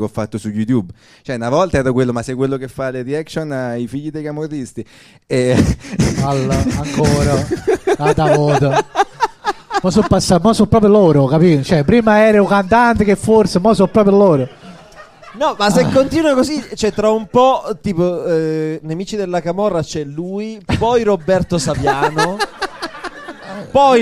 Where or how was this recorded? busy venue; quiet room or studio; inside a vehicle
busy venue